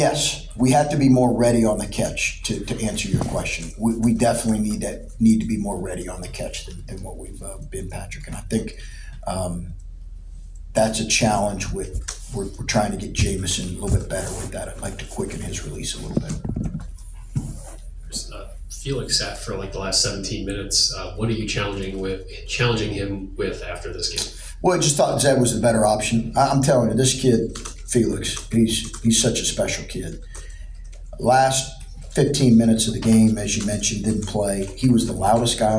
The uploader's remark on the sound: Throughout the year, Land-Grant Podcast Network will be bringing you uncut audio primarily from Ohio State press conferences, but also from individual interview sessions.